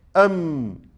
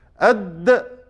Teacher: الميم مع الدال، الميم ودال، الميم من الشفتين والدال من طرف اللسان، أد أم، ممكن نسميه ده تقارب، مع ان كل حرف من مخرج.